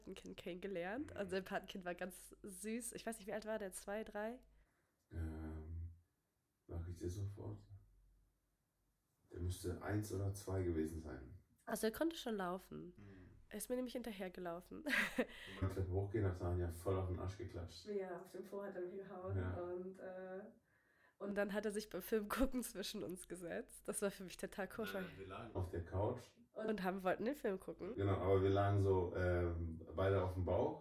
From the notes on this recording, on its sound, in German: Bitte verzeiht den schlechten Ton von dieser Folge.